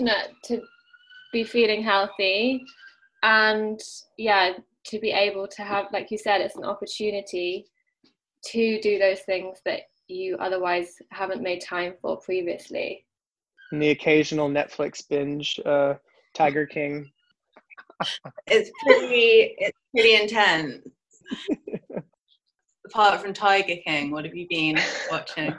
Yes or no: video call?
yes